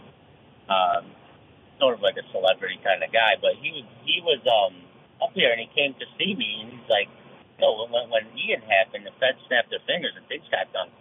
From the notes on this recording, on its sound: Live from Downtown Montpelier. Live on-the-scene at the Montpelier Alive Volunteer Hub.